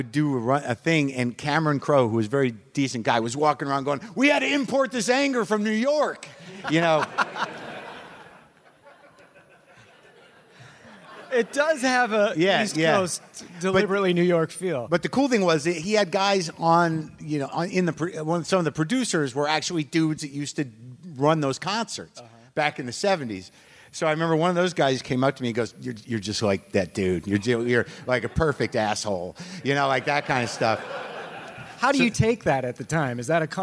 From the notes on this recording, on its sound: Live from the Now Hear This Festival